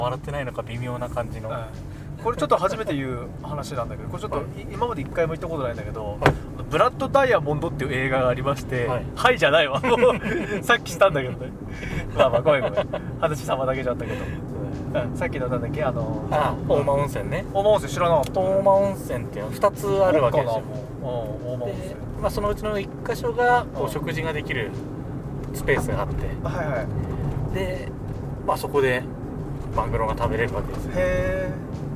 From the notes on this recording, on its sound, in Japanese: ドライブ収録